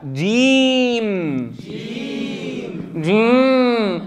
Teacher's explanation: إذا قلنا في جيم ماذا نتنبه؟ ما منقول جي فنخرج الجيم رخوة